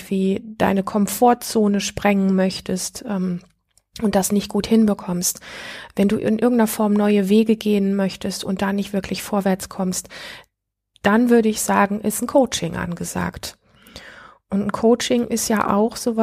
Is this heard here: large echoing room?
no